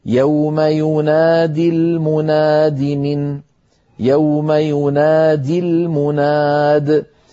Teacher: يوم ينادي المناد من، يوم ينادي المناد، فينادي أصلها ينادي بوزن يفاعل، وهي مضارع ماضيه نادى، نادى ينادي، فحذفت الياء من آخره لفظا للتخلص من التقاء الساكنين مع كلمة المنادي، وكذلك حذفت خطا تبعا لللفظ، فإن وقفنا عليها اضطرارا أو اختبارا نقول يوم يناد.